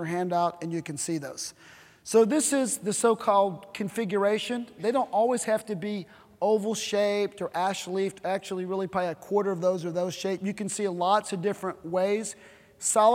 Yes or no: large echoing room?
yes